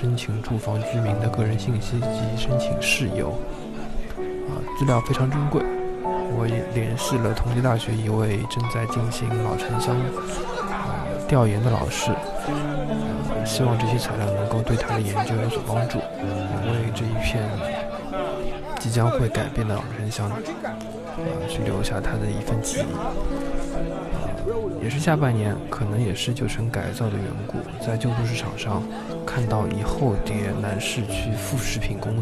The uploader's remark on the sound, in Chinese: 文庙旧书市集。我去了一次文庙旧书市，录了现场的声音，采访了书友，也记录了现场的议论。